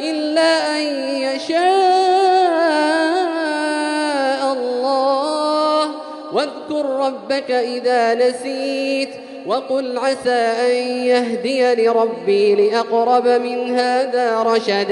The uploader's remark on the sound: Arabic Audio Recitation: 20th Ramadan 2020 Taraweeh Prayer in Masjid Al Haram, Makkah, Saudi Arabia.